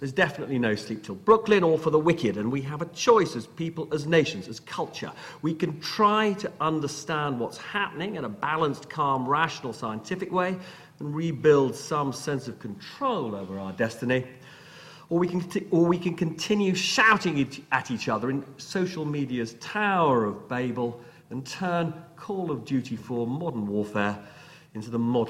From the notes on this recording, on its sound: a recording of the Hugh Cudlipp lecture at City, University of London